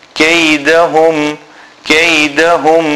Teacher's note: This Ha is a small Ha from the bottom of the throat and beginning of the chest. Kaydahum, kaydahum fi tawleel.